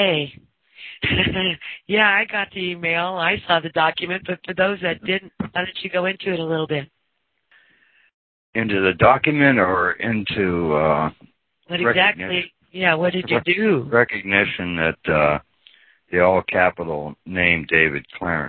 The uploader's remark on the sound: Audio call from around 2014